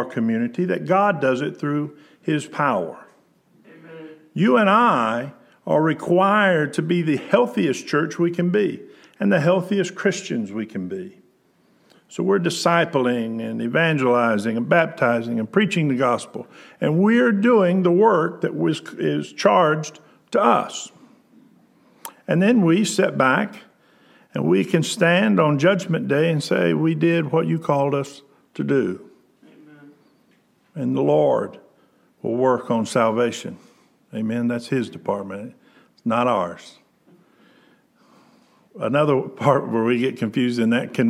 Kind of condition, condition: setting, large echoing room